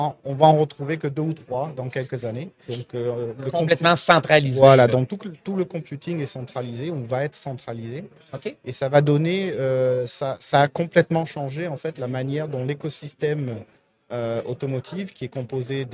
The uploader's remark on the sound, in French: En direct du Hardtech à Toronto